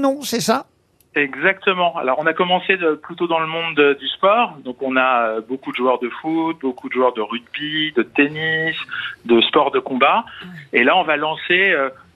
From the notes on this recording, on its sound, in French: LE COUP DE FIL DE L'ACTU. Les Grosses Têtes ont eu au téléphone.